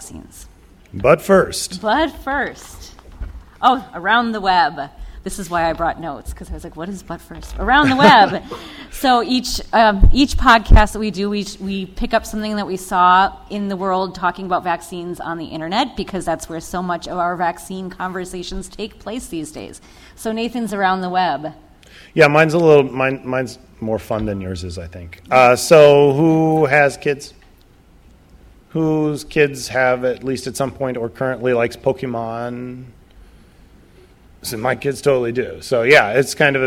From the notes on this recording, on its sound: Live at NFID. Traveled to Bethesda, MD to record a live episode at NFID's Vaccinology Course.